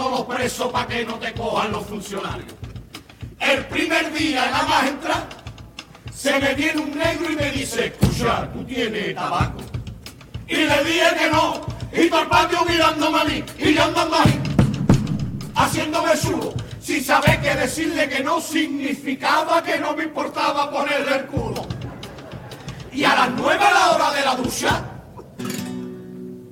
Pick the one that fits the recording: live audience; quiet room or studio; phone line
live audience